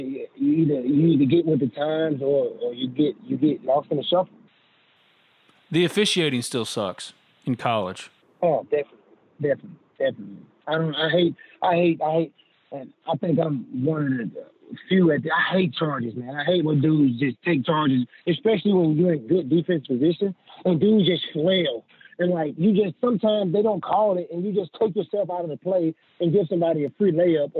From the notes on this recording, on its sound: on the Modern Woodmen phone line